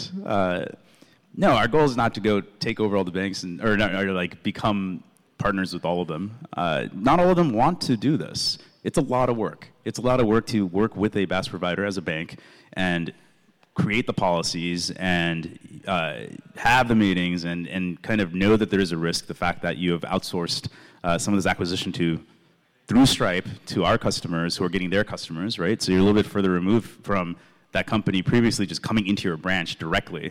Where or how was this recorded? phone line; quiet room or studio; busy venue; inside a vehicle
busy venue